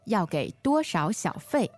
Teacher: Okay, 小费, so third and fourth tone.